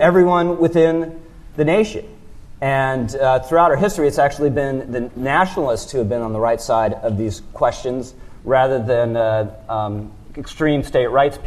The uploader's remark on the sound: The latest episode of The Remnant is actually audio of a conversation. At the 2019 National Review Ideas Summit.